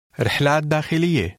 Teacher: The final vowel sound of the ta marbuta is very slight.